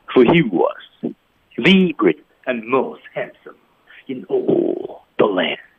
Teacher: 啊。情感上来说呢，就是至高无上，For hewas。语调呢，其实要整体上扬，不能按正常的腔调去读